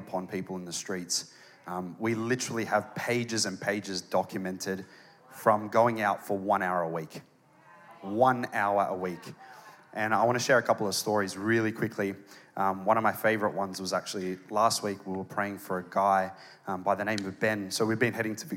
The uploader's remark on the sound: It was originally recorded on Sunday, 6th of August 2023, at NEUMA Melbourne City location in the 9 AM service